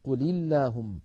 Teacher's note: الساكن الأول اللام الساكنة من فعل الأمر قل مع اللام من اللهم، فحرك الأول بالكسر فصارت قل اللهم.